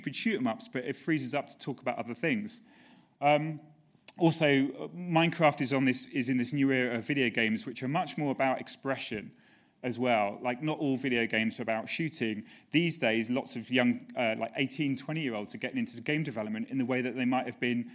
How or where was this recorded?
live audience